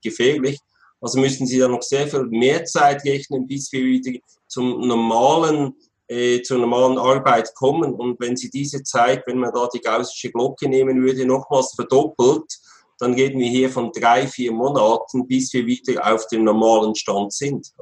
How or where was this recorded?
video call